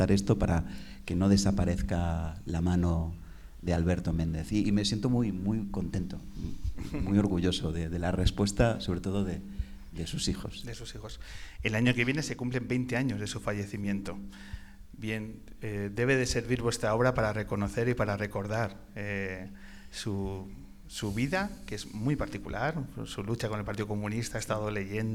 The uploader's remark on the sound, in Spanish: La grabación de esta edición especial que hemos realizado desde el teatro más antiguo de La Rioja, en plena Sierra de la Demanda, en el pueblo de Canales de la Sierra. Un lugar lleno de historia y magia donde sobre su escenario hemos grabado.